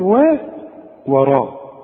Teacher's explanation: الراء ما دام مفتوحه مفخمه لكن الواو مرققه